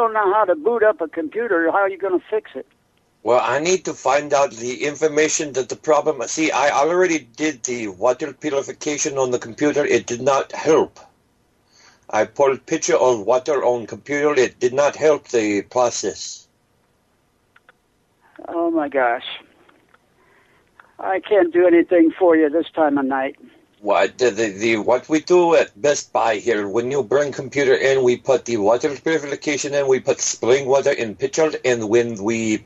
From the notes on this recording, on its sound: …'s Personal Prank Phone Calls Collection.